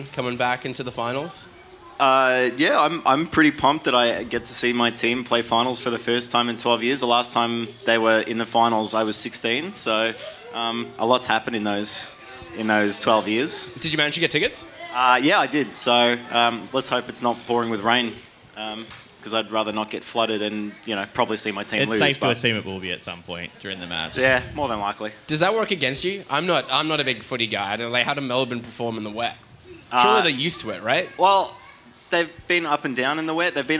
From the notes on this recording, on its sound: Live at Federation Square. Cast live from Federation Square.